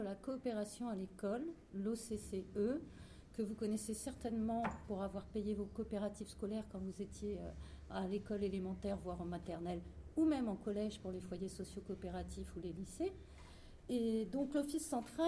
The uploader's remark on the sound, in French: Emission réalisée par l'équipe de Webmargot en direct du foyer.